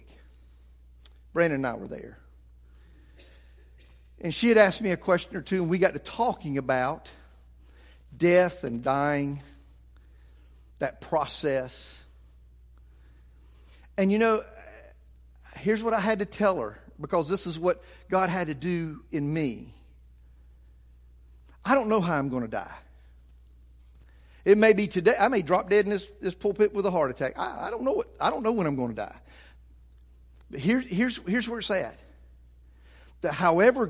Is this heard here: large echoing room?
yes